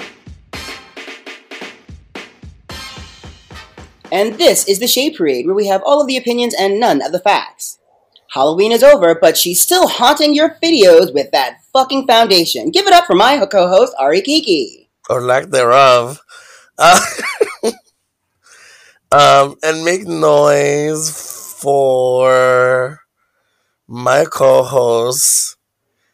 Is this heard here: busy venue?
no